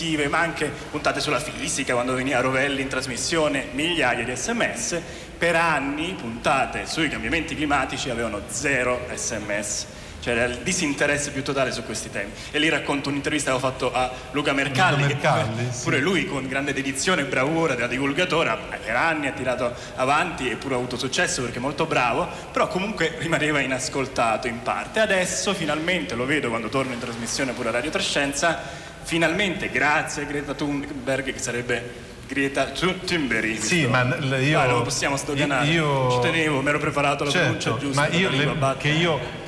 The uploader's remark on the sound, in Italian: Registrato domenica scorsa al Festival della lingua italiana di Lecco. Speciale dal Festival della lingua italiana di Lecco. Registrato domenica scorsa al Festival della lingua italiana di Lecco.